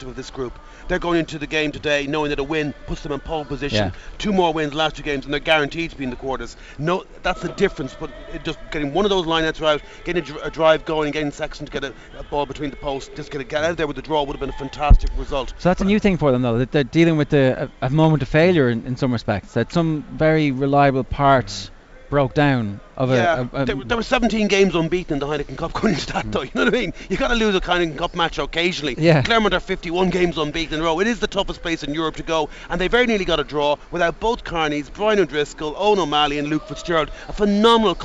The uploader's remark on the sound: Today&#39;s Panel comes to you live from Leinster v Clermont at the Aviva Stadium. Today's Panel comes to you live from Leinster v Clermont at the Aviva Stadium.